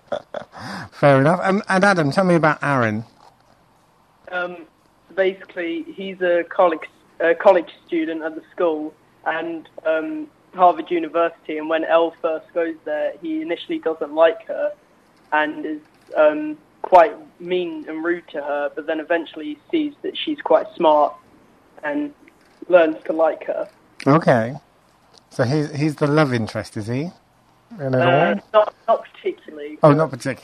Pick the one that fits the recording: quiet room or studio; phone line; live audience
phone line